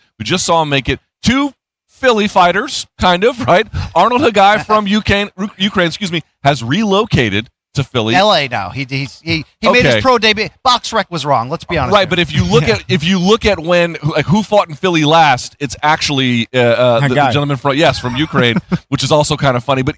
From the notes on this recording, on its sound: recorded live